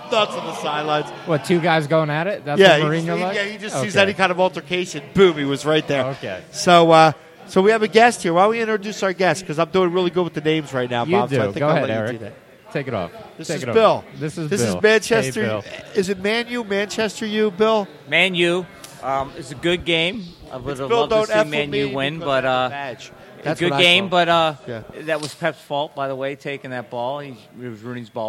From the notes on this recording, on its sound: live at our home away from home, Villa Capri